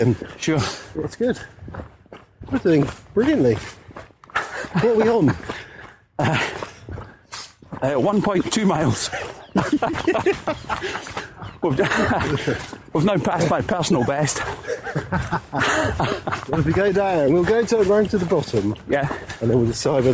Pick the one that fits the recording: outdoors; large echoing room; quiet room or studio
outdoors